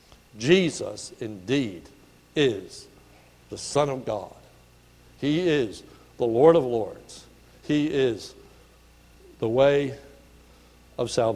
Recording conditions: large echoing room